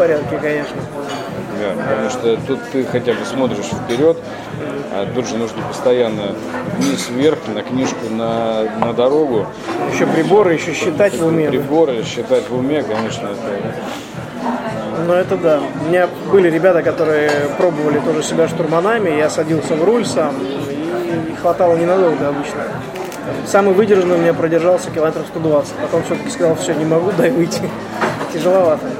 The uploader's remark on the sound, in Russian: был записан в одном из московских кафе